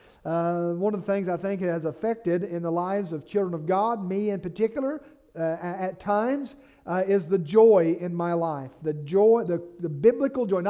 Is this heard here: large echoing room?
yes